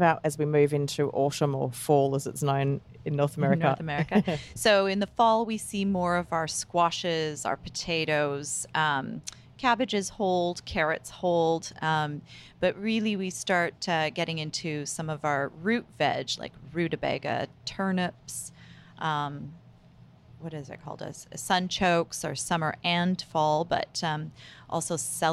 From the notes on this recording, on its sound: For a live podcast recording in her store in Vancouver BC.